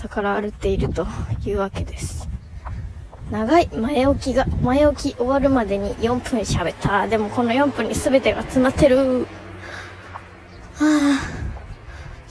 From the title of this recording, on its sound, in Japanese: 久しぶりのお外で収録